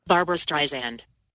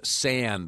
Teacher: Siri has been saying Streisand with a Z sound, not the correct pronunciation, which is Streisand with an S sound.